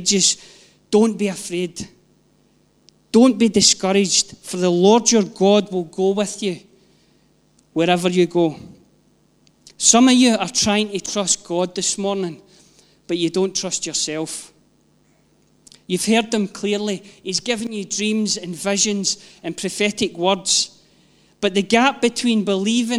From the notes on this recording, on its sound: Live from our ONE Church Sunday gathering 19/06/22